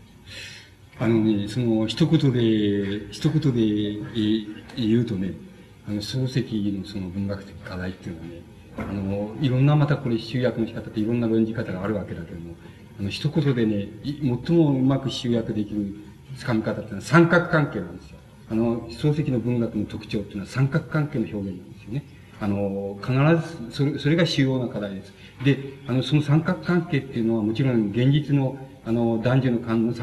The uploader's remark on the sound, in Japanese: 場所：京都精華短期大学。京都精華短期大学大教室。一般の人にも開放され、 他大学の学生の参加も多かった。音源は主催者提供。たいへんクリアに収録されている。